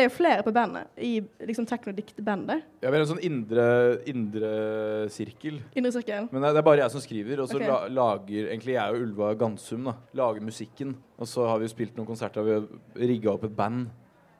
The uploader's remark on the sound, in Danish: Live på Novafest